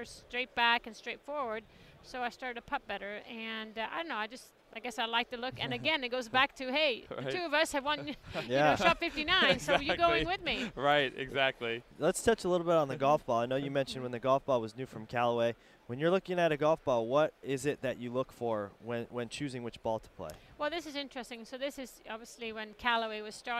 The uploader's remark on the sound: Recorded at the PGA Show in January.